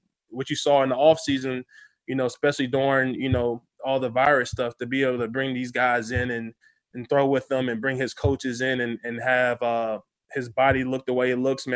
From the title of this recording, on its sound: Zoom Press Conference